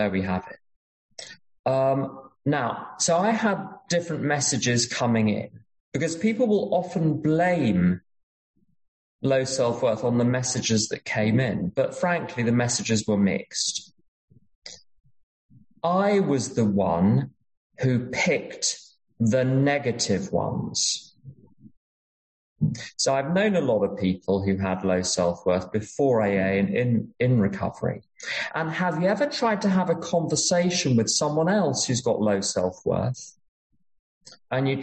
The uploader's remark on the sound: at an unknown zoom meeting held in July of 2022